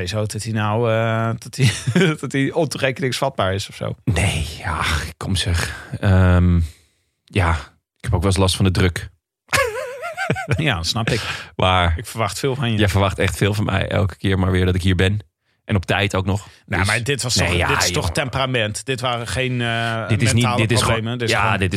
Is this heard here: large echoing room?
no